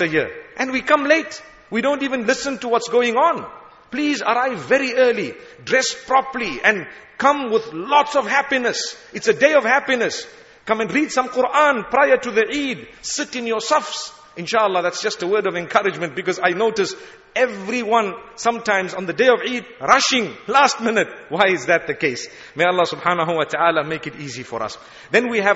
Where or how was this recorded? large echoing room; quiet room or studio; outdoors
large echoing room